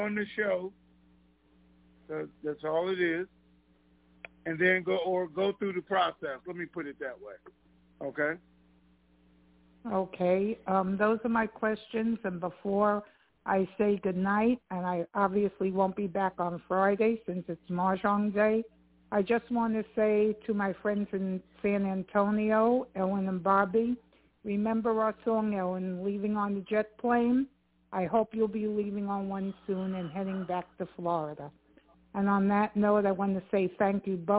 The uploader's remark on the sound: TNTConference Call